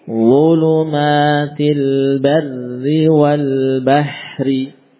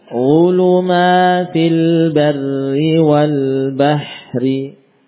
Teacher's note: Jadi ro yang ditasydid, ya, yang kasroh harokatnya langsung ditipiskan saja.